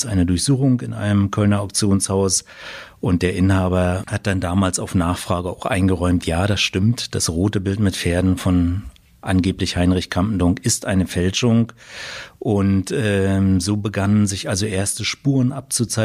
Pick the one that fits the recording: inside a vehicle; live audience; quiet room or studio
quiet room or studio